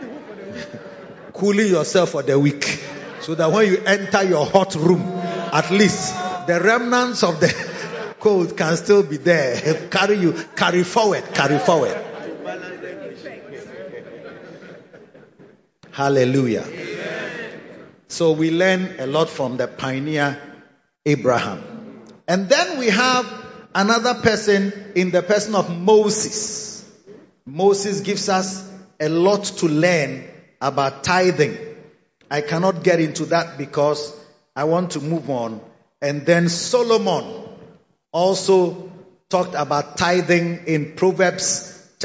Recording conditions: large echoing room